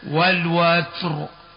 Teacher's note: نفخم الراء من كلمة والوتر لسكونها عند الوقف بعد فتح الواو